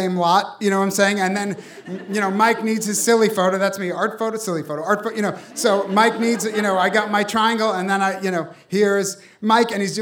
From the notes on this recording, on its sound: Live from New York City. In this hour, we present audio from a great live show.